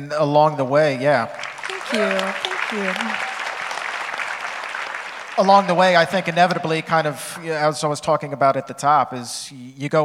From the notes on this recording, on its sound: In front of a sold-out crowd in Los Angeles!